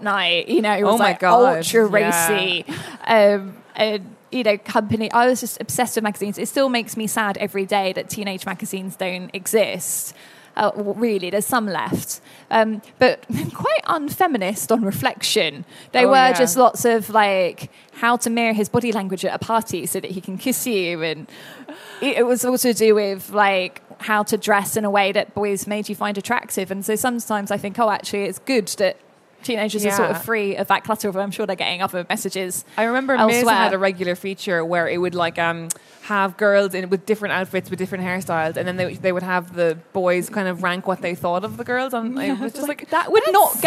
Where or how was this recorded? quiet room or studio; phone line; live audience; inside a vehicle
live audience